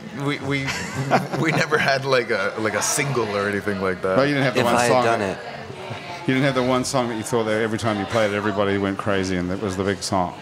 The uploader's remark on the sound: Happy Hour is recorded live at Wayfare in Uptown New Orleans.